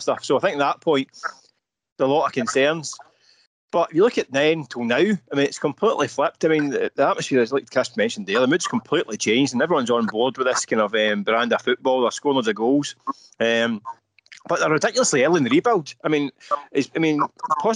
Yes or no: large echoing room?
no